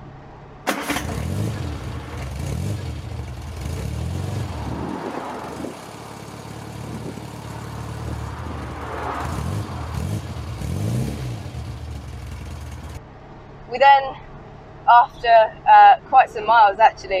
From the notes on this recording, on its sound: all recorded from my 1968 Morris Minor, Peggy